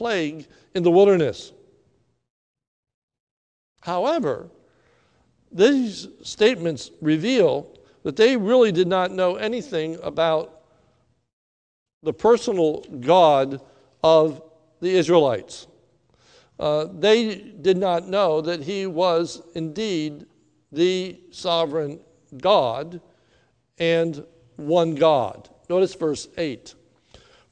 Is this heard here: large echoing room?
yes